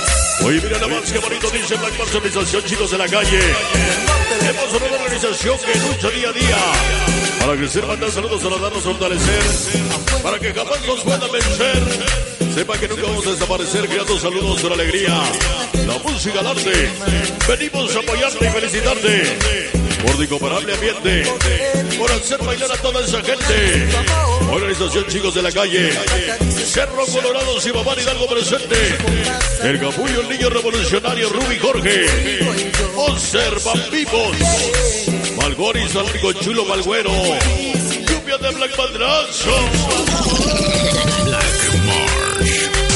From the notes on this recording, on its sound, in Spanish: en vivo desde zImApan hgo.